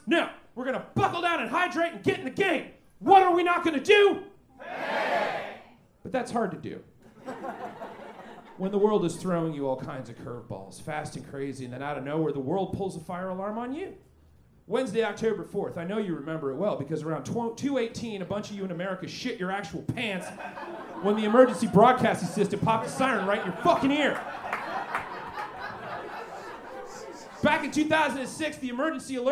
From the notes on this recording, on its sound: Recorded LIVE at Chicago’s Historic Green Mill Lounge on October 7th 2023